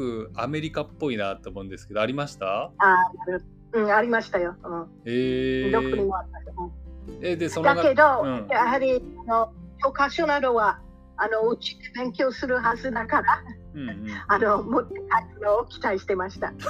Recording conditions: poor sound quality